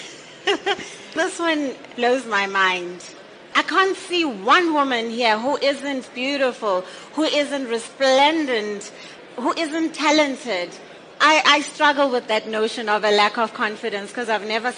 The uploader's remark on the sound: during this #FutureCEOs LeaderEx panel discussion